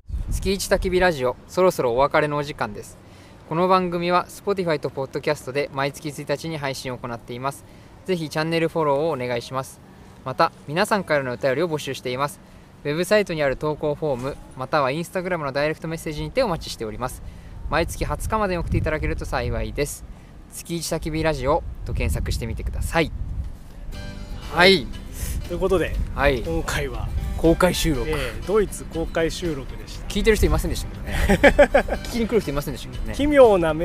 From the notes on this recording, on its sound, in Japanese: ツキイチ焚火ラジオ in ドイツ。ドイツで青空公開収録。